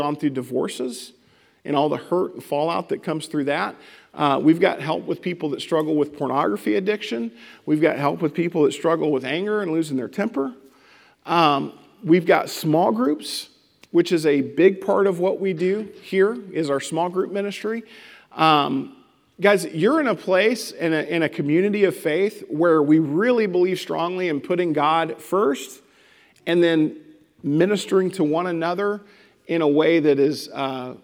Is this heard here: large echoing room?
yes